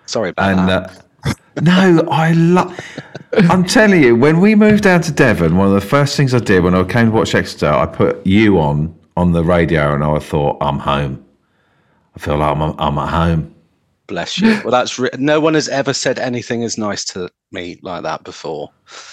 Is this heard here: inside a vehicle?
no